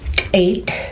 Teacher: You glottalize the K, but not the T.